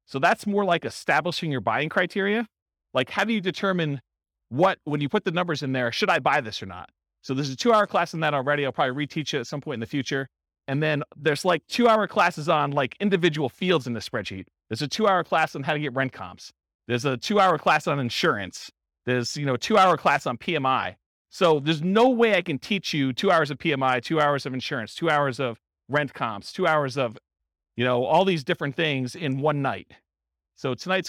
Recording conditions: live audience